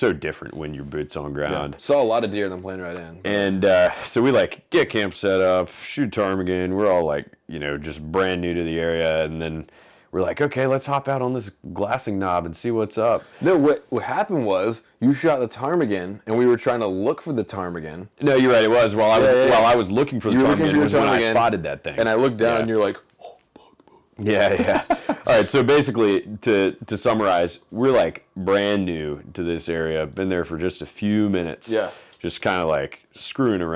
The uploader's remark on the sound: Live from Kodiak in the legendary Shelikof lodge right after the hunt. Please excuse the crunchy audio, it was about 11 pm, we were still beat from 6 hard days in the bush and I didn’t remember to turn down the audio gain on my wireless mics!